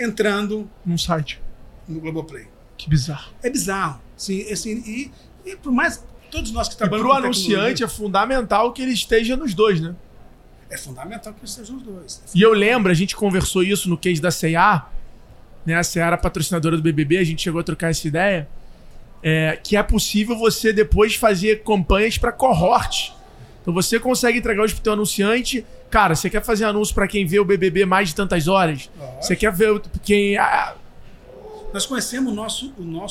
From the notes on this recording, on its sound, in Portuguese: gravado diretamente do RD Summit, o maior evento de Marketing, Vendas e Inovação da América Latina